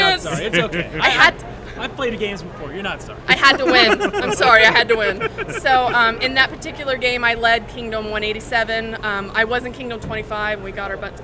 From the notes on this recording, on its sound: LIVE FROM THE STEEL CITY CON!